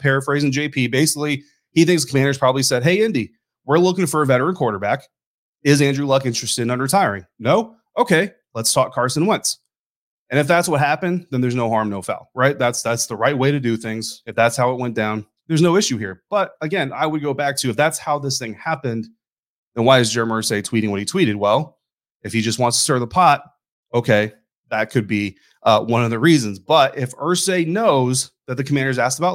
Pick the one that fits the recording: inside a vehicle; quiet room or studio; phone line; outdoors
quiet room or studio